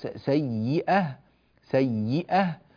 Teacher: اللفظ بهمزة وليس ب ياء طبعا